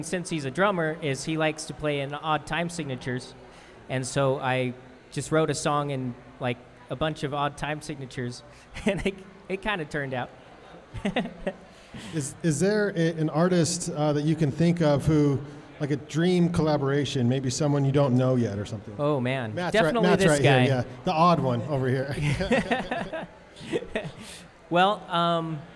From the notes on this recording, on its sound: A LIVE studio audience recording of Van Sessions at The Monarch. Recorded during Ogden's First Friday Art Stroll. The Monarch Building in Ogden, Utah.